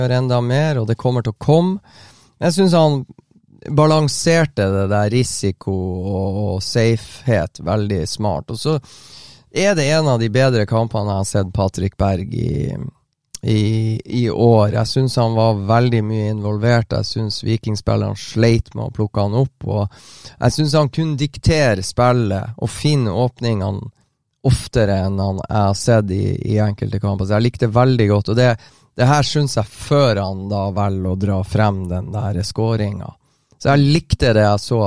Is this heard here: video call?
no